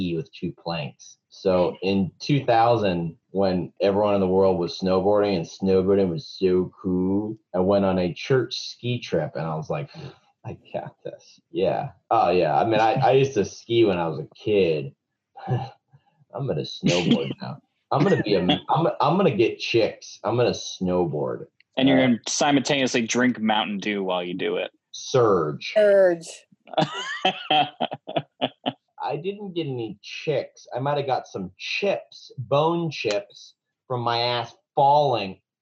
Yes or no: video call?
yes